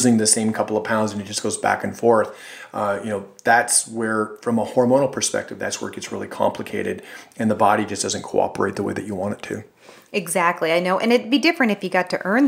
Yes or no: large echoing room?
no